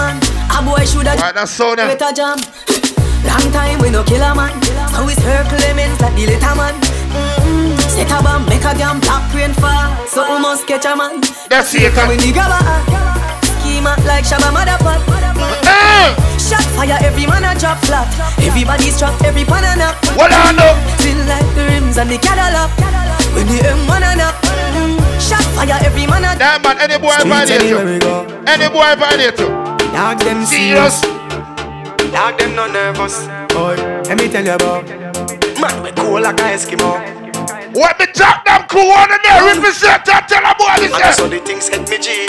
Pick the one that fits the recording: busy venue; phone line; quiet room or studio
busy venue